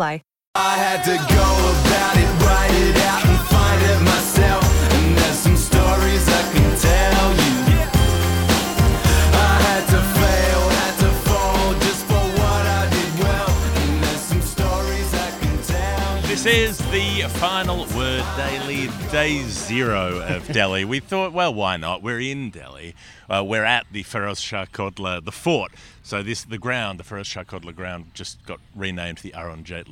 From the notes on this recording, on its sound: India v Australia, 2nd Test, Delhi. When you get the chance to record an episode at the Feroz Shah Kotla Fort, one of the most impressive ancient structures in India, why not?